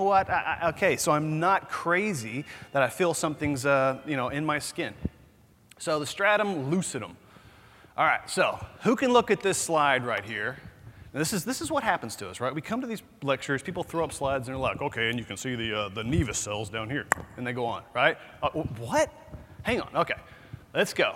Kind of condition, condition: setting, busy venue